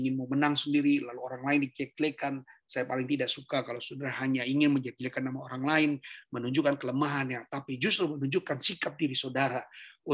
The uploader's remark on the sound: Audio Zoominar